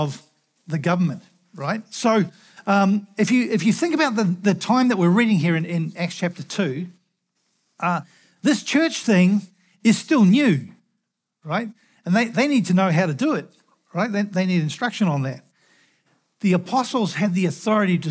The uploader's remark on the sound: Recorded at the Hukanui Bible Church morning service on Sunday the 12th of November 2023 during the 10:00 am service.